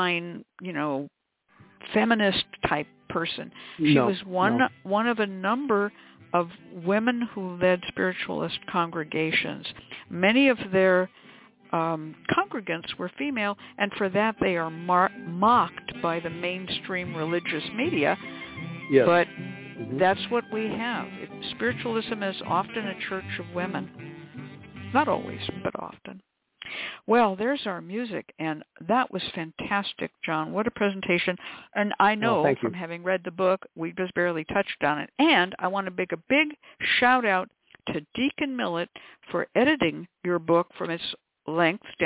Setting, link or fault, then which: link, phone line